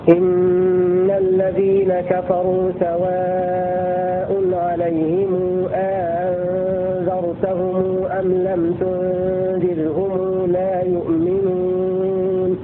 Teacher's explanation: بسكون الميم مع القصر لقالون، ولا يتفق معه أحد.